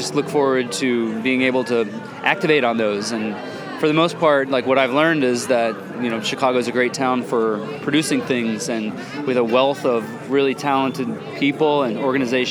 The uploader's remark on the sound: Recorded at the ChicagoMade activation lounge at SXSW for Chicago Inno.